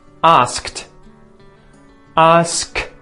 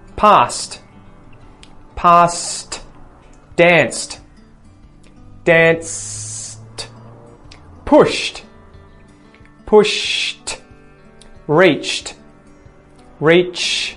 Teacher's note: the sound that you have to use is an unvoiced consonant, T